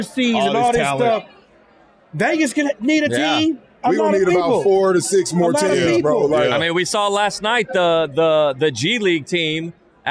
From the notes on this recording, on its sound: This episode of Podcast P was taped in front of a live audience during All-Star Weekend in Indianapolis.